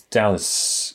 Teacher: the second A in your name isn't really pronounced. It's not Dallas.